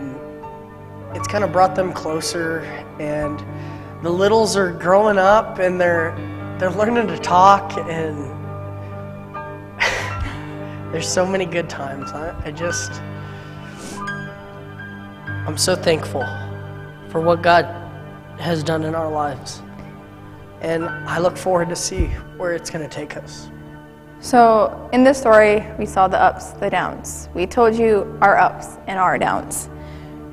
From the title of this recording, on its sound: Mt. Zion Church Live!